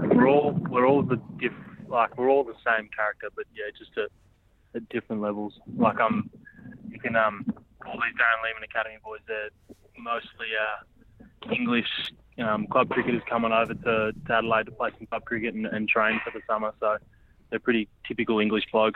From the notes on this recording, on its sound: Sitting watching a 2ndXI game with his girlfriend, calling in to The Grade Cricketer Podcast, while the sounds of the Adelaide Police Department race past the ground.